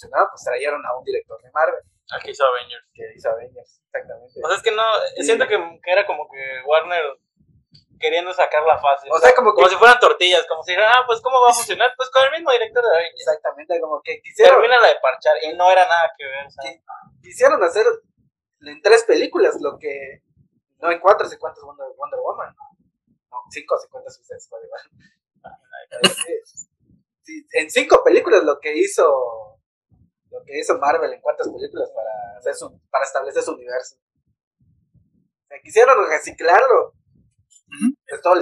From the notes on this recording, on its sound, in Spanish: Con problemas de audio pero seguimos.